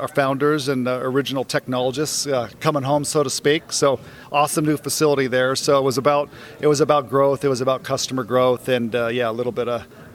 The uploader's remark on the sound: Live from PTC'20